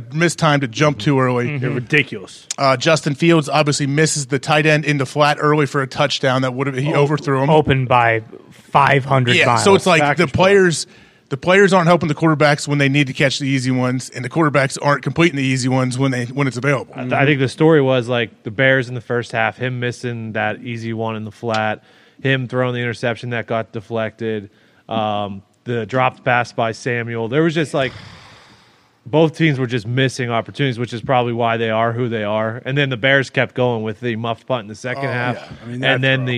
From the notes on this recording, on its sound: LIVE from the set of College GameDay in Knoxville, Tennessee